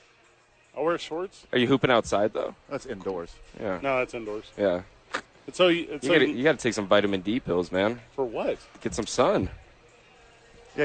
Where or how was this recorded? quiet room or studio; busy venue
busy venue